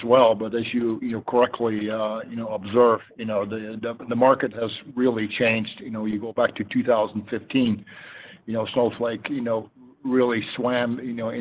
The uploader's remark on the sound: Q3 FY24 Snowflake Earnings Conference Call